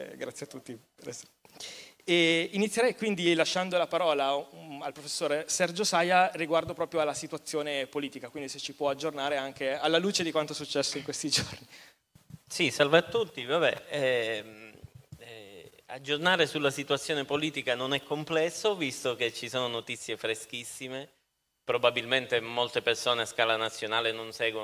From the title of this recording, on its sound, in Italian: Episodio LIVE Eco&Brain, Milano 2023